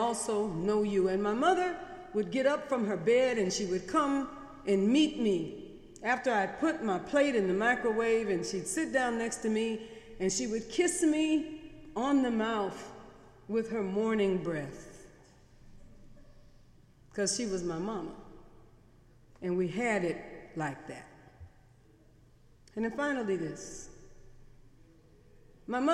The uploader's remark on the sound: Sermons preached on Sunday in The Memorial Church during the academic year.